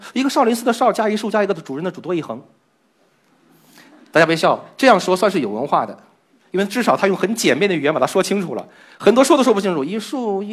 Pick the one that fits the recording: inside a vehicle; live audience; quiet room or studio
live audience